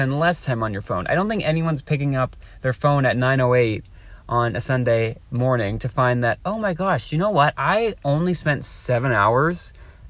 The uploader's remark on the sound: records live from a parking lot